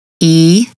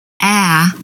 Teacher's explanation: The long E, E, and short A, A, are both forward vowel sounds